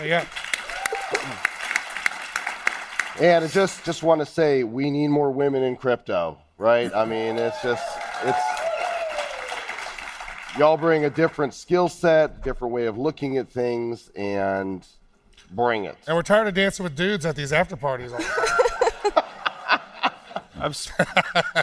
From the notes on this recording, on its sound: LIVE from World Crypto Con. We’re breaking all the rules with this special LIVE episode.